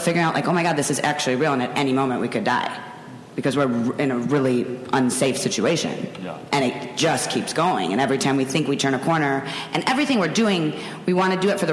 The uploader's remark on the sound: BONUS EPISODE from ATX Television Festival. Following an advance screening of the Complications premiere. Recorded at ATX opening night, June 4, 2015.